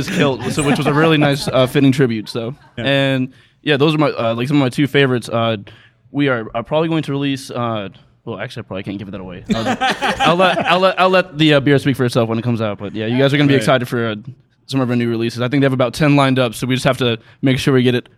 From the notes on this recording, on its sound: Live From Silver Branch Brewing. Visited Silver Branch Brewing Company for a live DC Beer Show recording.